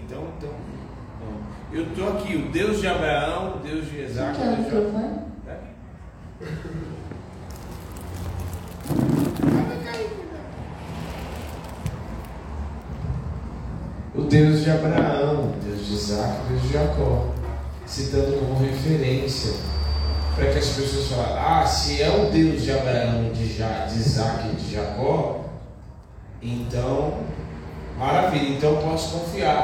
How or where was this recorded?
large echoing room